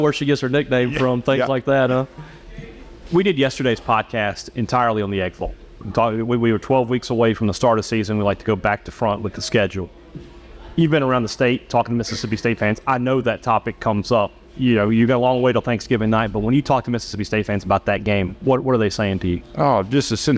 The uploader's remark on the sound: live on the T&L Catfish Tour from the Little Dooey